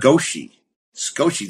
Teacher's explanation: you don't pronounce the first vowel sound